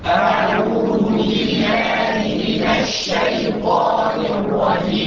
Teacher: أسمع التفشي اللي في الشين